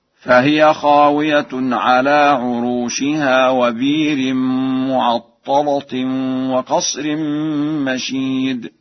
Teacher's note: فقد قرأها ورش بإبدال الهمزة وتغليظ اللام